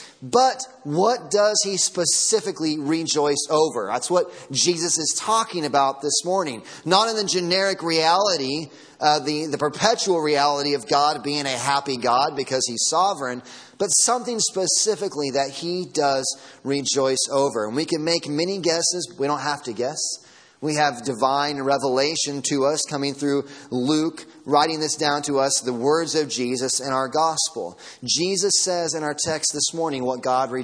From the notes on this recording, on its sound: Sermon audio from Sunday morning.